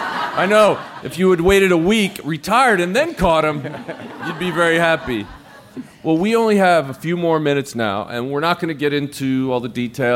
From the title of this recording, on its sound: Live From CrimeCon